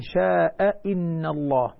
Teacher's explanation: حفص طبعا يحقق الهمزتين شاء إن الله، بينما ورش يسهل الهمزة الثانية بين تسهيل بين يعني بين الهمزة والهاء، يقرأ إن شاء إن الله عليم حكيم عند الوسط.